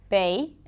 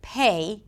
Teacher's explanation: when the sound is at the beginning of a word or at the beginning of a strong syllable, then the P should be aspirated · Shown in: second take